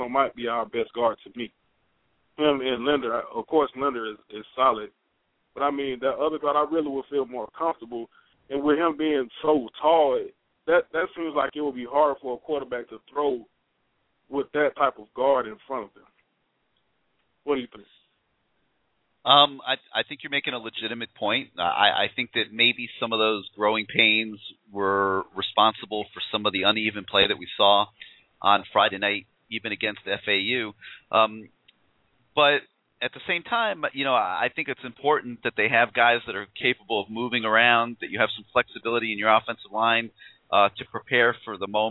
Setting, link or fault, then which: link, phone line